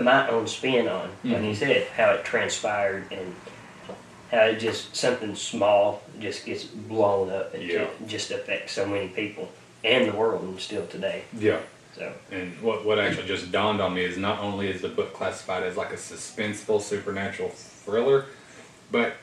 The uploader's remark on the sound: My Podtrak didn't record like it was supposed to so the entire sound is from my Canon Camera.